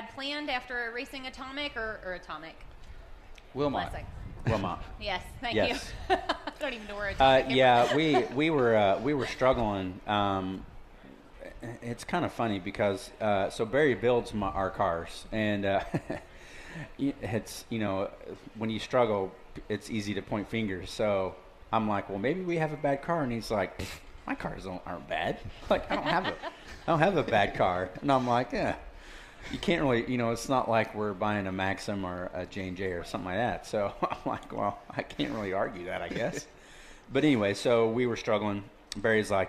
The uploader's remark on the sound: Winged Nation presented by Hercules Tire live from The Kings Royal. Live at Eldora Speedway for The King's Royal weekend on a special edition of Winged Nation presented by Hercules Tires!